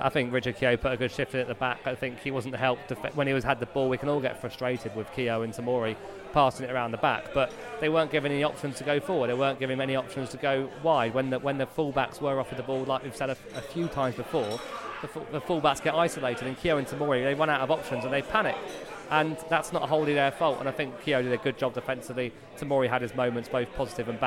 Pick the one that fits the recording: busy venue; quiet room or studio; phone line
busy venue